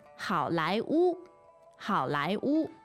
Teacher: So third tone, second tone, and first tone